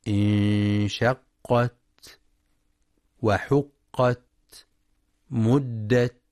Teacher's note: وينتبه القارئ للتاء المفتوحة فلا يقرأ بترك الهمس، انشقت وحقت مدت، يقرأ خطأ بترك الهمس انشقت وحقت مدت، أو ينطق الهمس مشوبا بالسين نحو انشقت وحقت مدت، وإنما اللفظ الصحيح انشقت وحقت مدت.